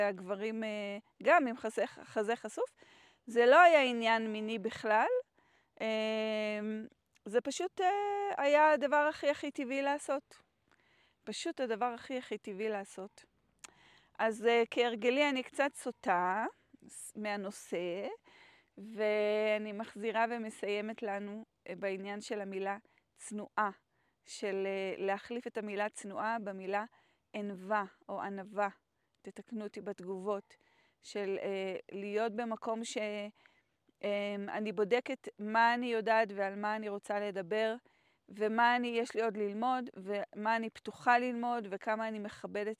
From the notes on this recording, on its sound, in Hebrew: הקלטתי לכן את הפרק בדרכים יפהפיות בצפון מערב טנזניה